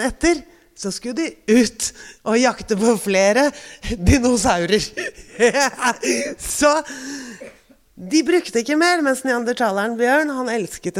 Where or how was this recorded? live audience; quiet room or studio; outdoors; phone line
live audience